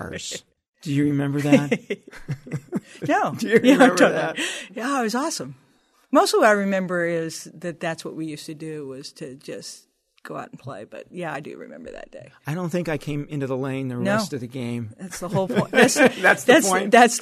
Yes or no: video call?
no